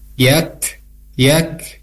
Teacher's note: Kemudian ma panjang dua harkat karena ma tabi'i